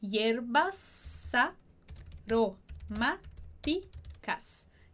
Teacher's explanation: Então esse S de hierbas também vai juntar com A de aromáticas.